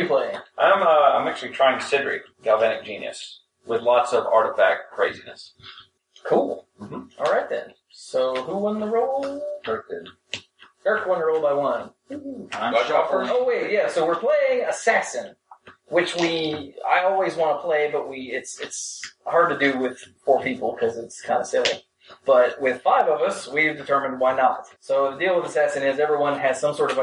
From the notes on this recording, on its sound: Live from Our Secret Undersea Base. The dorks dredge up an old live episode we had in the can. The sound is a little off.